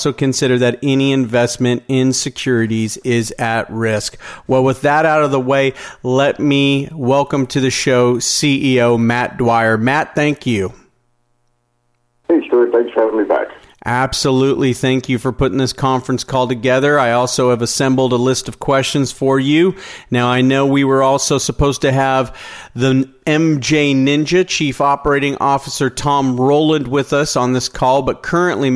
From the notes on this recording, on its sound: Is featured live on SmallCapVoice for the April 4th Investor Conference Call.